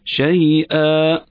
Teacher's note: هنا مد العوض حركتين